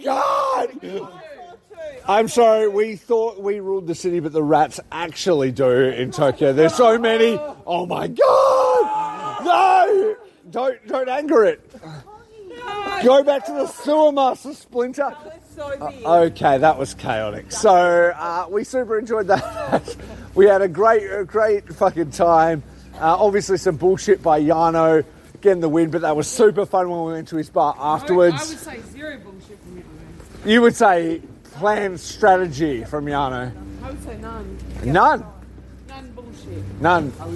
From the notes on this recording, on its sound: Sakura Genesis Live Reactions! Reporting live on his way home from Ryugoku Sumo Hall, (by way of a bar or two.) Hear the immediate reactions from people who watched SANADA’s crowning live, (Then had a rager in Akihabara.)